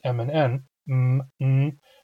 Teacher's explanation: When I say m or n, the nasals, m and n, there is no air flowing through my mouth, but air is flowing freely through the nose. And that's why these sounds are called nasals.